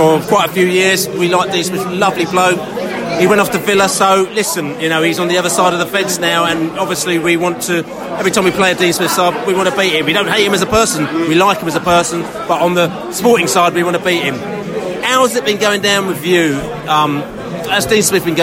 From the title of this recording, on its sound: post-match podcast from the pub